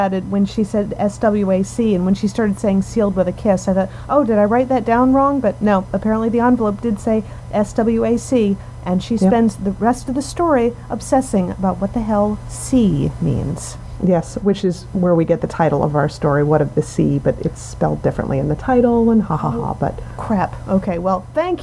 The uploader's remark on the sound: Sorry about the sound this week, we picked up a hell of a background hum in the recording, and it was either live with it or take it down and make everything else sound like we were speaking from the pit. We chose the pit.